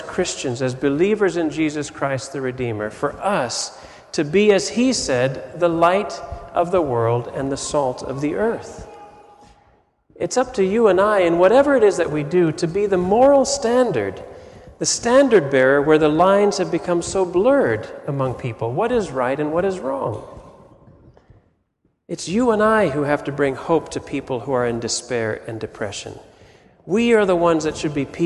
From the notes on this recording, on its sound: Sermon audio from FIBC Copenhagen